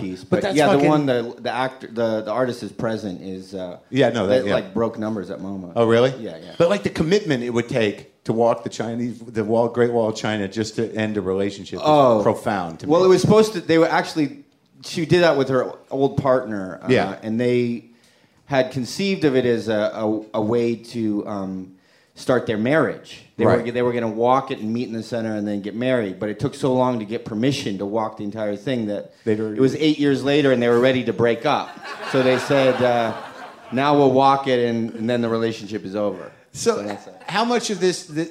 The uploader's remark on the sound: It's Live WTF from SXSW.